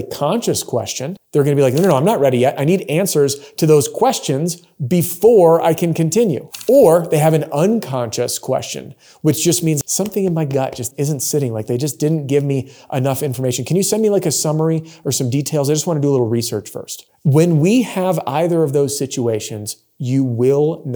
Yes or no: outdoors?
no